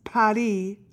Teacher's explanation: the word Paris is not a guttural R. When sung, it's Paris, a flipped R